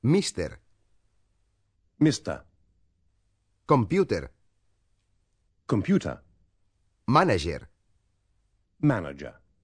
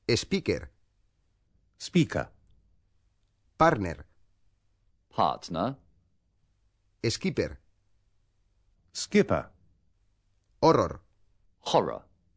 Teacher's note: La diferencia más evidente es que, en inglés, se tiende a hacer desaparecer la R final.